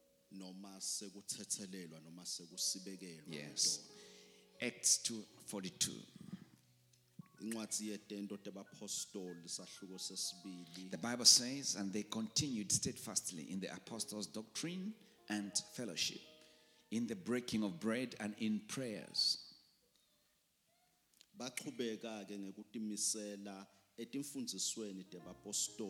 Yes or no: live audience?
yes